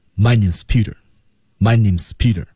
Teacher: S 是被揉进去、缩进去、压缩进去的，所以它不被凸显出来